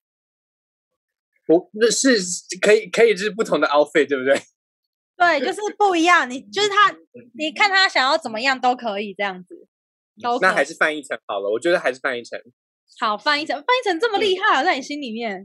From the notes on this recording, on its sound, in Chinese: 本集採遠距錄音，因網路問題，時有斷訊、音訊不良或是雜音狀況產生。